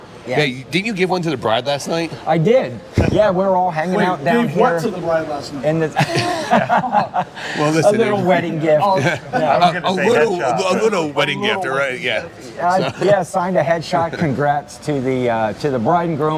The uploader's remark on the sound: Filmed in Front of a Live Studio Audience. Direct from the hotel lobby in Cincinnati OH, we recap an amazing weekend at the Reseller Rally with tons of surprise guests and a live audience.